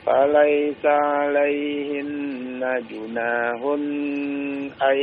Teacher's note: Hun ai itu adalah izhar, enggak boleh dipanjangkan ya.